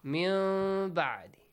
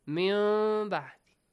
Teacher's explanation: As if you're doing an إخفاء، but you're producing at the same time a meme sound. · Term: Hidden meme